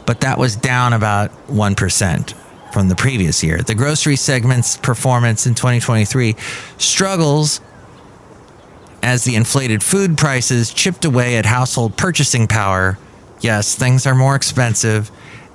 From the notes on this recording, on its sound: podcasts live from Café Anyway